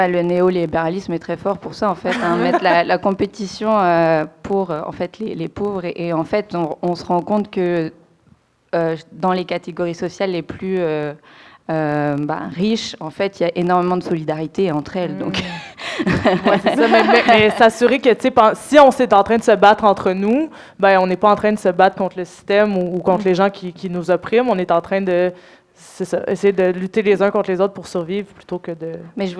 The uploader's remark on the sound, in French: Enregistré devant public, le dimanche de 17h à 19h, à La Cale Pub Zéro Déchet au 6839 rue St-Hubert à Montréal.